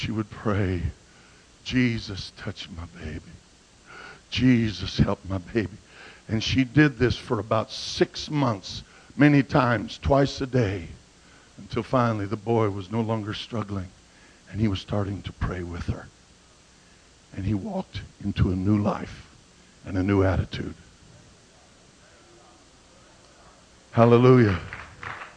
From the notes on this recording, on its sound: at Calvary Pentecostal Church in Jeanerette at the Jeanerette Bible Conference 2008